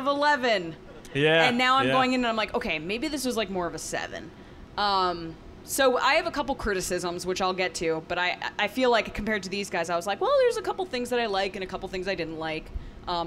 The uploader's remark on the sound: TRB Live Podcast Event. TRB held a live podcast event during Star Wars Celebration. We also did a live crowd-participation version of our segments.